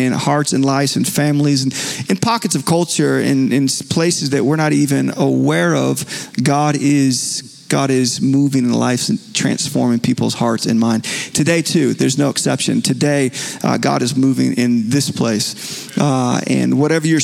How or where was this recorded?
large echoing room